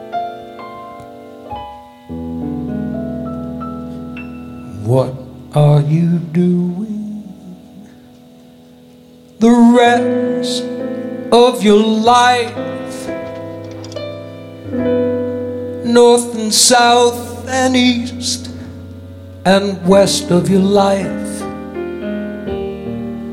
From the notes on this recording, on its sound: Live at the SouthPoint Casino